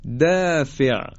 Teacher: حالا همین الف زمانی که غیر از حروف استعلا این حروفی که استفال دارن اضافه میشه، ببینید چقدر نازک ادا میشه، مثل دافع د دال همراه با الف اومده، اما چون صفت استعلا نداره و ضد اون صفت استفال داره ترقیق میشه